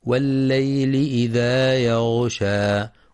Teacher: ينتبه القارئ لتحقيق كسر اللام في والليل، كما يراعى تفخيم الغين في يغشى مع بيان صفة الرخاوة فيها